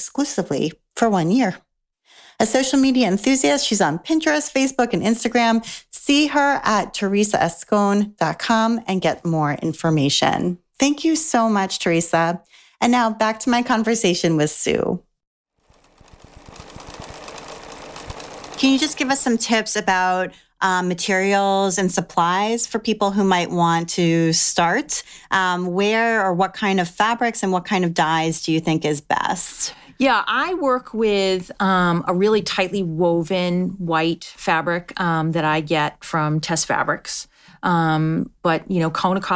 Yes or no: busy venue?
no